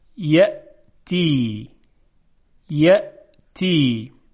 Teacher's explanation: مثلا در کلمه یأتی دقت بفرمایید، یأتی، یأتی، این تیزی صدای همزه رو اگر دقت کنید میبینیم که با قوت کامل ادا میشه. یأتی، یأتی، به این قوت اصطلاحاً نبر گفته میشه.